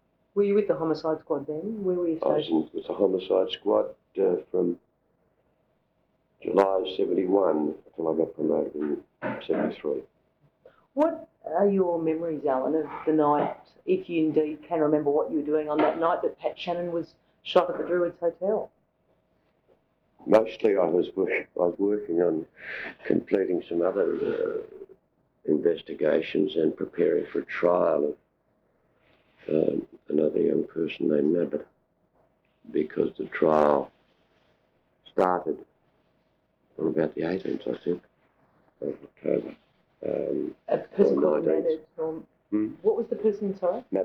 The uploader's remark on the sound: this recorded interview is 20 years old and sounds it!